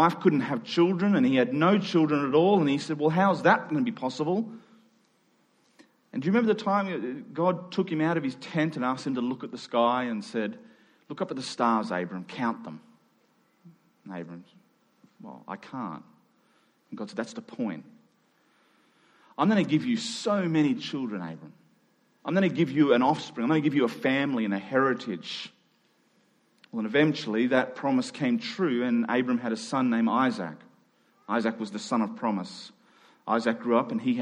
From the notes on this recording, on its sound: Following the national health advice, we met in two small gatherings; this recording was made in our second service during the afternoon.